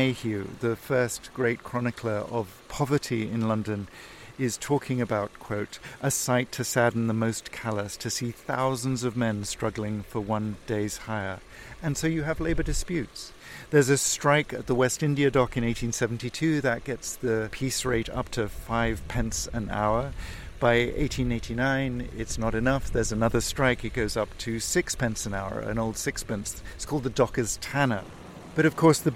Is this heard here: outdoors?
yes